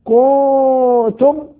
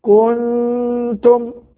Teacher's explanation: بعد ضم الكاف مباشرة ابتسامة صغيرة لتحقق الإخفاء · Shown in: second take